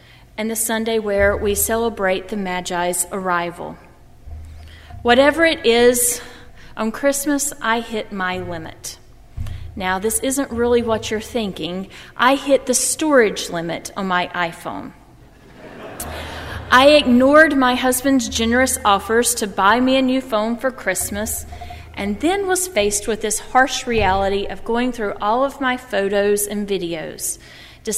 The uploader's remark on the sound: during the Heritage service on Sunday, December 27, 2015, at First Presbyterian Church of Arlington Heights, Illinois.